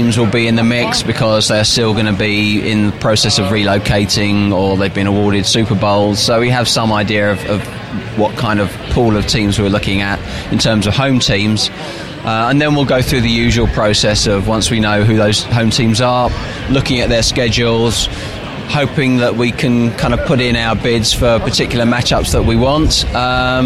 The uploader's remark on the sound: live from a random restaurant in South West London